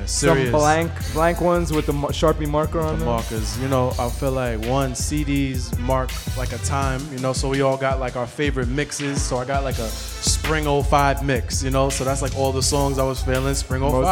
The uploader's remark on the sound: Originally broadcast live on February 21, 2019 from the storefront of Kinfolk 90 in Williamsburg, Brooklyn, New York City. Broadcast live on WAXX.fm.